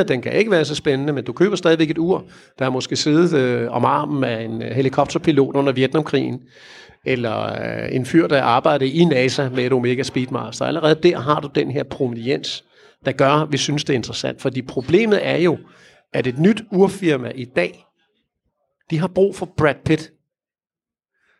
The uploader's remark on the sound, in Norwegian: Spilt inn live foran publikum på Oslo Swap Meet. Besvarer noe av publikums spørsmål.